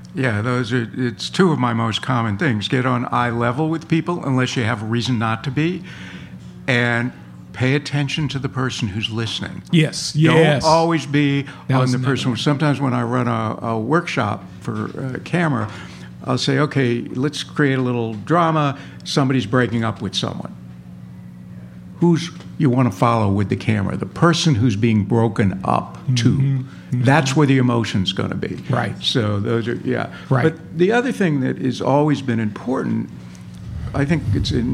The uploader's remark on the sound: Recorded live at a very special event held in Chicago, at the UNCOMMON GROUND restaurant, that brings filmmakers together called THE DOC TALK SHOW.